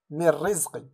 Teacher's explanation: حرف الراء هنا من حروف الإدغام الكامل أي بدون غنة، هنا نقول من رزقي ولا نقول من رزقي، نقول مري من الميم مكسورة إلى الراء هنا المشددة، من رزقي. · Term: إدغام كامل